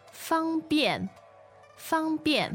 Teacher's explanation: Now, that's first tone and fourth tone, right?